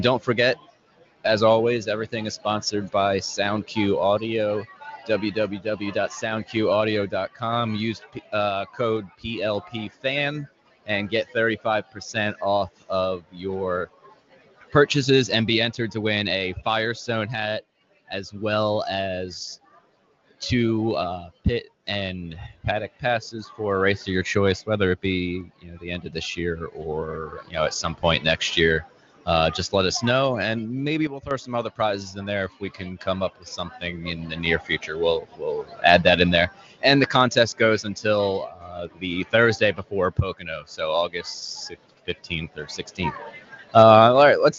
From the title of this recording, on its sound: Live at PM18 at Pit Lane Parley